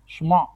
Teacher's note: Мы должны выделить айн, постараться. То есть это просто буква А, только она идет из глубины горла.